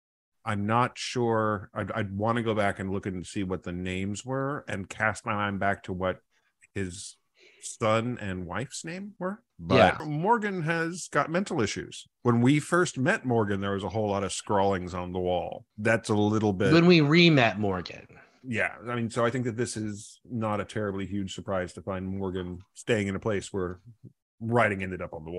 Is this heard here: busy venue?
no